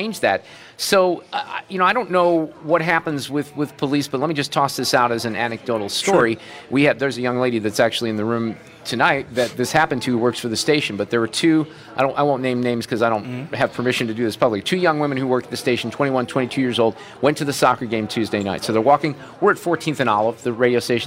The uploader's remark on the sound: Live from the Knights of Columbus at St. Joseph's Pezold Banquet Center in Cottleville with a live Roundtable.